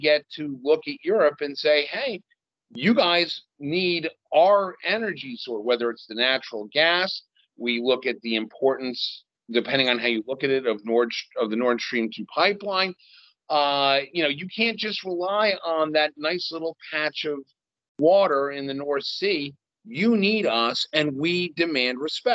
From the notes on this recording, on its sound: This recording is from our webinar which was held February 11.